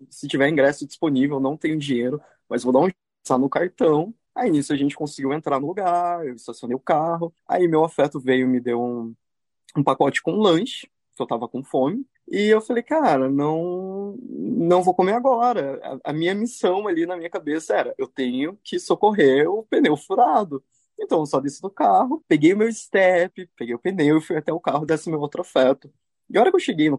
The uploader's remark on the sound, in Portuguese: o áudio dos melhores momentos do nosso primeiro encontro com apoiadores pelo Zoom